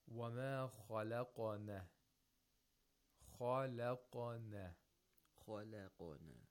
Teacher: We have a خَا with تَفْخِيم because it's a letter of إِسْتِعْلَاء · And we have a قَاف with تَفْخِيم. And also قَلْقَلَا، because قَاف is also a letter of إِسْتِعْلَاء.